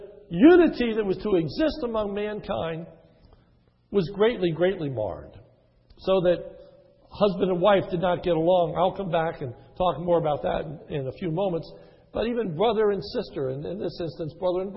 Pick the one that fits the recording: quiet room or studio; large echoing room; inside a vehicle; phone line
large echoing room